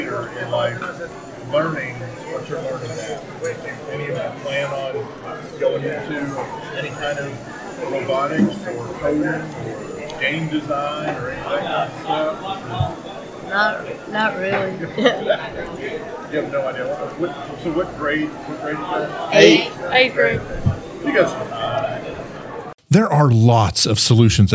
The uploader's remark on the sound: Interviews, panel and Q&A from the SAU-Magnolia ERZ Robotics Exhibition